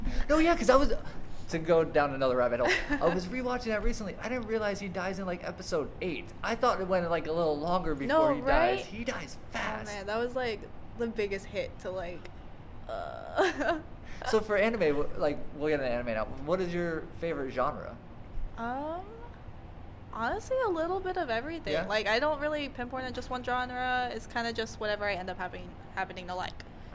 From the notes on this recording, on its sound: This is another interview episode on location at Anime Los Angeles 2018.